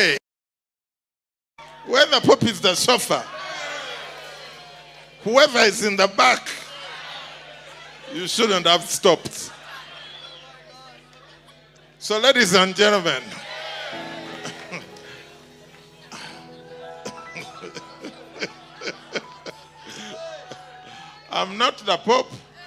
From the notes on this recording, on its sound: Preached At Worship Harvest Church, Nairobi Camp.